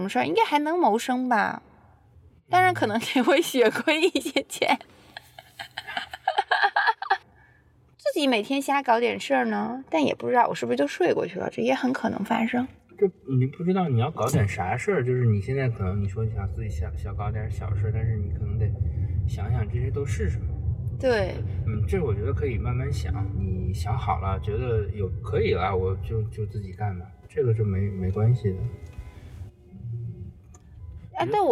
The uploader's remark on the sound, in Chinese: 工作太忙了，没有时间录音，只好在开车上班的时候录音啦。